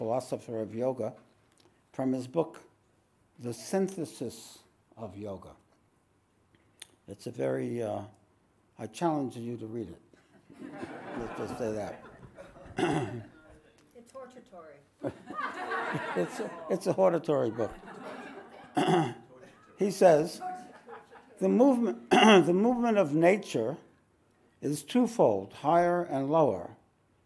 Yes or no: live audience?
yes